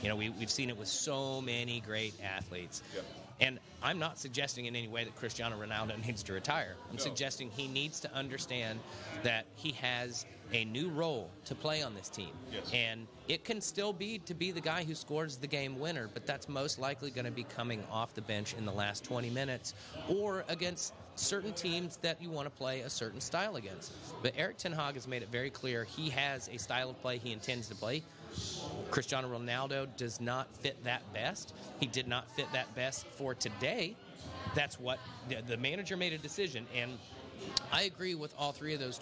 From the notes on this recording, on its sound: We’ll be watching live from our favorite local pub, and things are sure to be raucous.